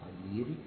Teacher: قدير هترقق عند الروم ترقق